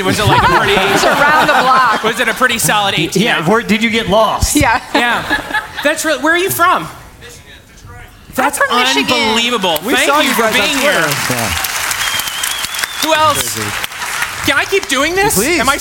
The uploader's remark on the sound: This week, we celebrate our 10-year anniversary by recording a live podcast in front of 800 people!